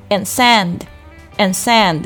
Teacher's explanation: stones and 的 d 要做一个失去爆破处理，不要读成 andsand，不要把这个 d 的音放出来